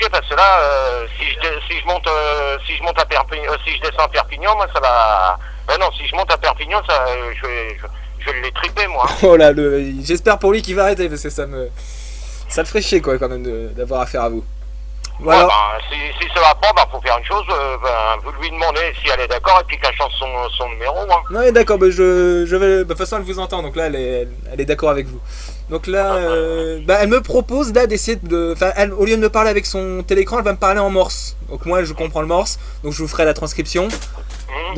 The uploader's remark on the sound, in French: en Prive au Telephone